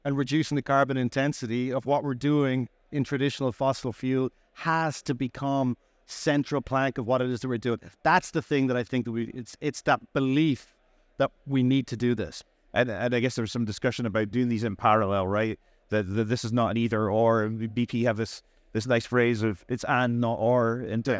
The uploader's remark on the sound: Recorded live at ADIPEC 2023